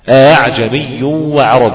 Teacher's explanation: أعجمي وعربي، ما تقولهاش أها كأنها هاء خالصة، أو أآ تحقق فيها الهمز، لا تسهل الهمزة أو تسهل هذا الحرف ما بين الهمزة وبين الألف · Term: همزة مسهلة